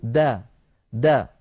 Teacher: وهي حرف مستفل فلا لا تفخم العرب الدال لا تقول العرب دا بل تقول دا دا آه، بدال مرققة